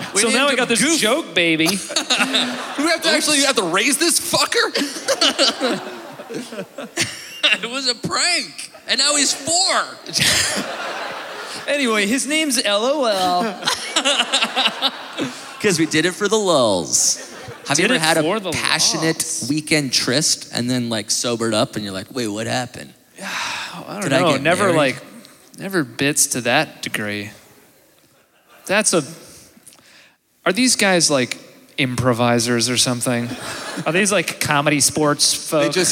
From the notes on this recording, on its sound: joins us live in Winnipeg!